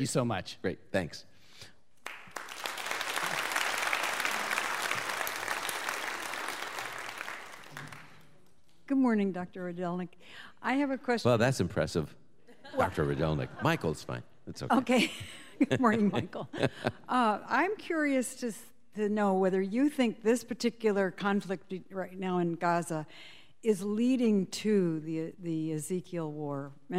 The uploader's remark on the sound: Live from Boca Raton, FL. He'll take questions from a live audience.